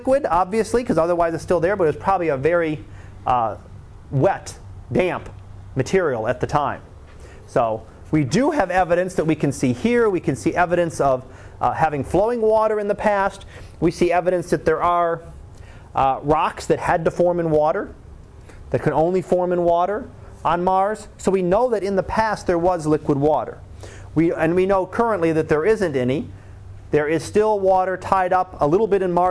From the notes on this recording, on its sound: Live Class Lecture.